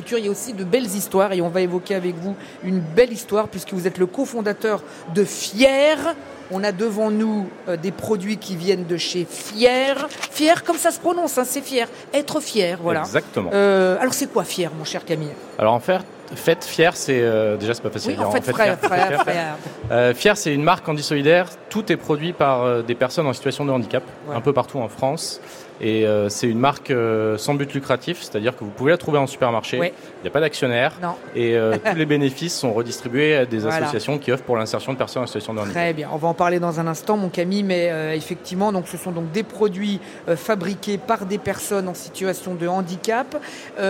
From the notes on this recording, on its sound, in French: en direct du Salon de l'Agriculture 2024